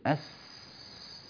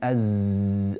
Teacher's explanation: بس كل ما كل الفرق بينهما هو الهواء. هواء خرج فصارت سينا، قطعنا الهواء صارت زايا